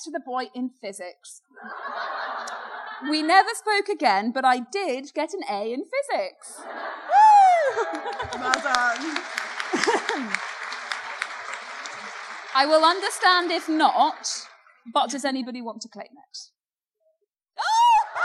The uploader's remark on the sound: Is It Just Me LIVE. The girls are back with their amazing live audience. Thank you to all of those who came to the show.